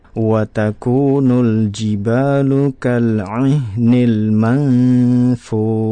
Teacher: ada nafas yang mengalir dari dalam untuk pengucapan huruf Shin